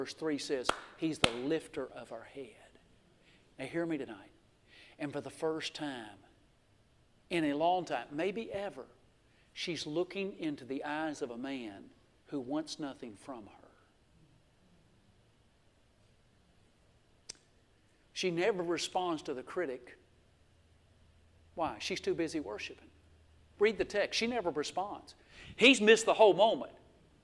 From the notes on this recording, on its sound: This message was recorded live at Winfield Free Will Baptist Church located at 1960 US Hwy 43 in Winfield, Alabama.